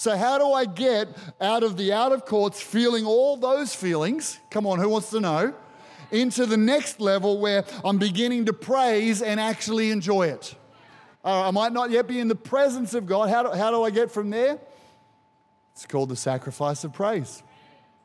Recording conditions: large echoing room